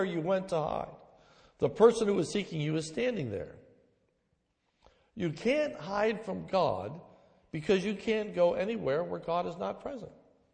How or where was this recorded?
large echoing room